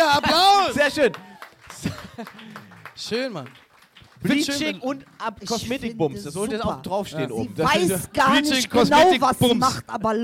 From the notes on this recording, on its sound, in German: live im MadMonkeyRoom Berlin